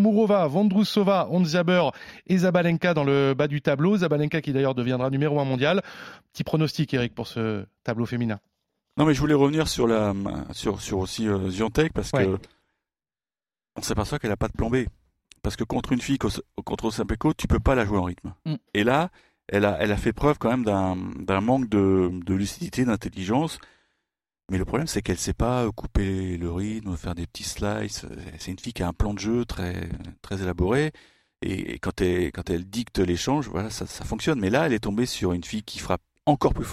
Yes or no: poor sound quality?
no